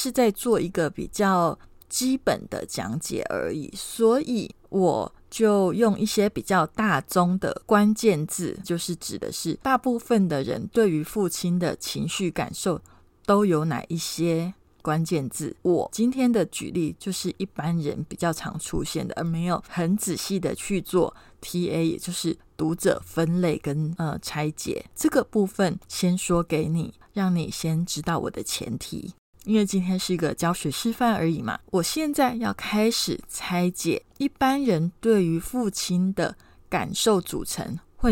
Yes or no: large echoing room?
no